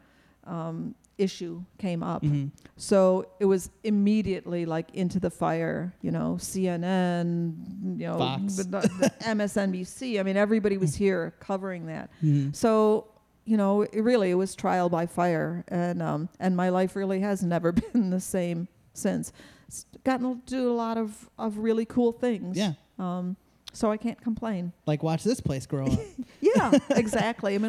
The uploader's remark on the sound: LIVE at Planet Ant's 25th Anniversary Celebration